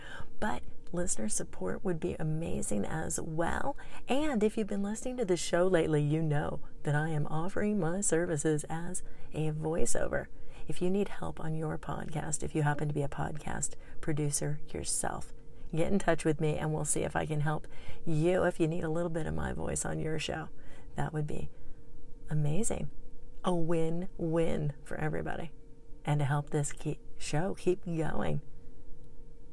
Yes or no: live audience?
no